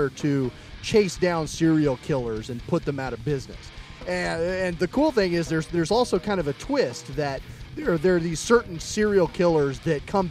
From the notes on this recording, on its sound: Complete coverage of Crypticon 2009, live from Seattle!